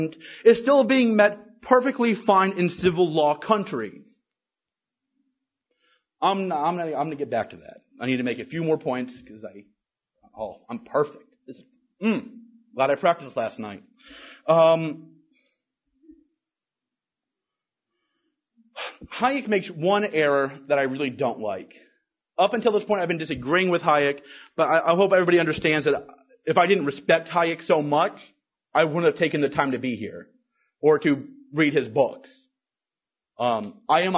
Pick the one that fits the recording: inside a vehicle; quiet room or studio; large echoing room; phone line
large echoing room